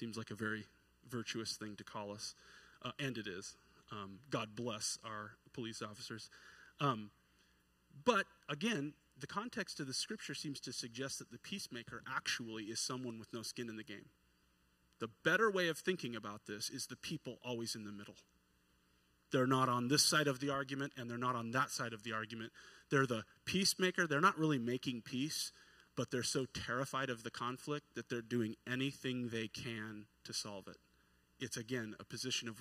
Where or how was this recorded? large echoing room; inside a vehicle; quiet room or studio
large echoing room